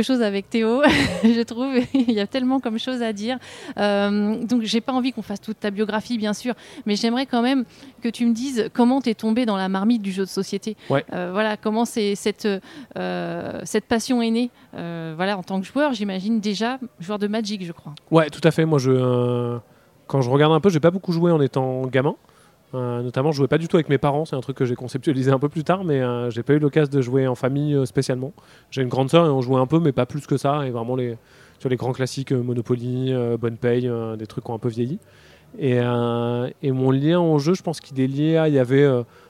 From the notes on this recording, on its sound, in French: Rencontre lors du Festival Paris Est Ludique 2023.